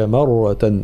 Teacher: كلمة مرة لابد من ترقيق الميم وتفخيم الراء